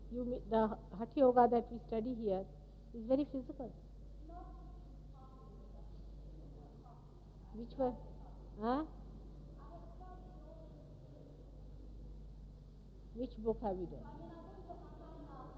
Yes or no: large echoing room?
yes